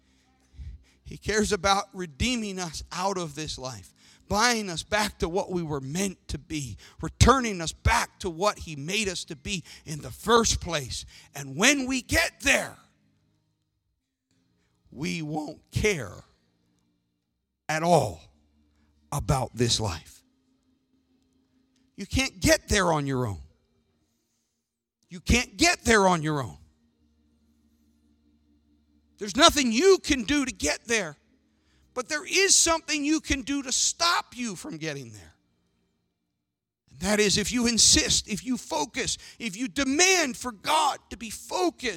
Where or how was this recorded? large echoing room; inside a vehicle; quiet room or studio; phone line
large echoing room